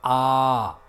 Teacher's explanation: If we sustain it for twice the duration of a, it sounds like a and is considered as a different akshara. In other words, an akshara is not just about the phonetic sound, but also about the duration for which it is sustained. · Term: matra